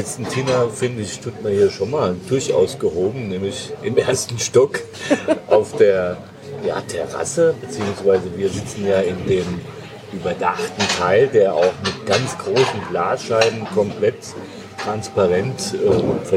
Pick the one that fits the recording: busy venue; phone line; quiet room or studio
busy venue